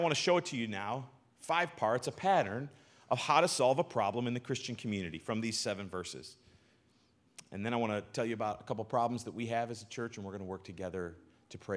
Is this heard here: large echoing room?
yes